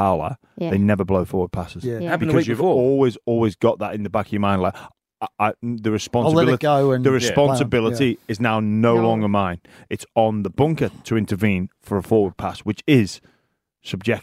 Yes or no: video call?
no